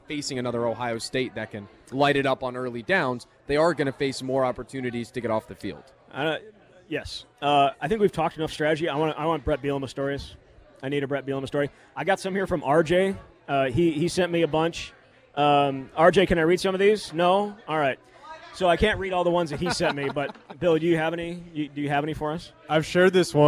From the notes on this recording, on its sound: live from Monk's in Sun Praire